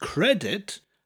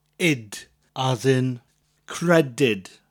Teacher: So we have cerdyn, followed by credyd, spelt C-R-E-D-Y-D. So we don't have an it sound, as in the IT at the end of the English word credit, but we have a YD sound, id, as in credyd.